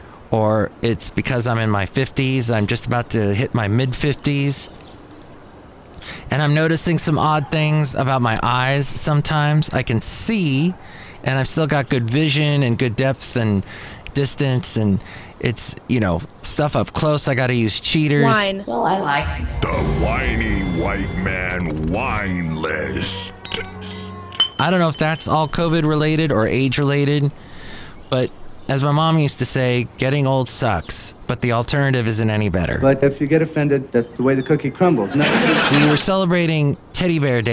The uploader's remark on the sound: Podcasts live from Café Anyway.